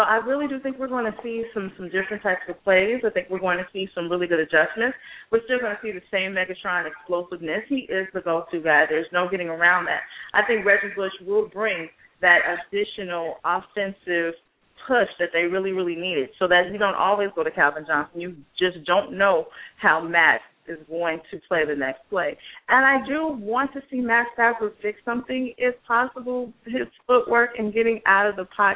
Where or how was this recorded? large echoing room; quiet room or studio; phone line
phone line